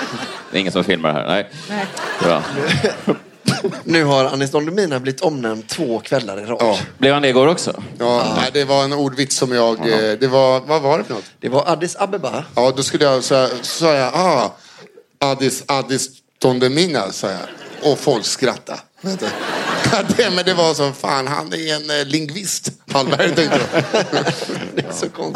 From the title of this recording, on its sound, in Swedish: Live på Scala